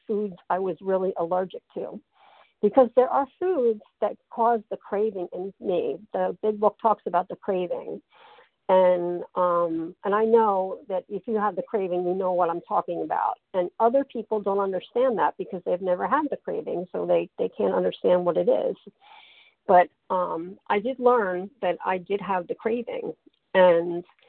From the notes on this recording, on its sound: Qualification from the 100 Pounders Phone Meeting.